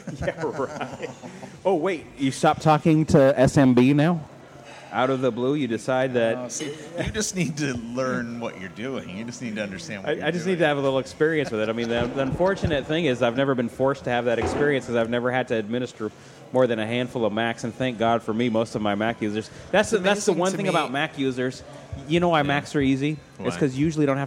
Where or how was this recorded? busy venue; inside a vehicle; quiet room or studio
busy venue